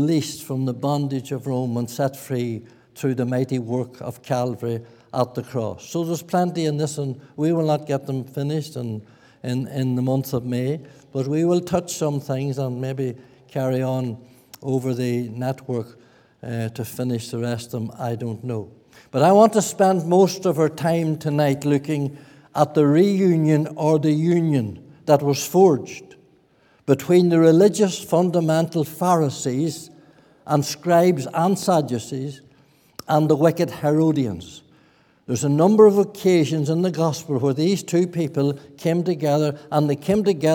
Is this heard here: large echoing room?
yes